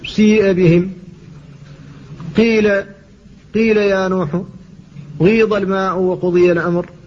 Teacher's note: فلهذه الكلمات فيها ياء، ولكن تلك الياء تشم بصوت الواو فيكون فيها جزء من الواوية، وبذلك تكون فرعا عن الياء الأصلية. · Term: الياء المشمة بصوت الواو